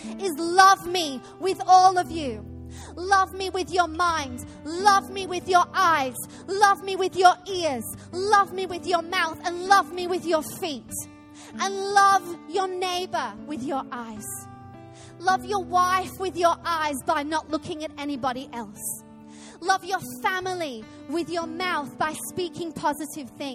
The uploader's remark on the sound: Recorded live at Life Church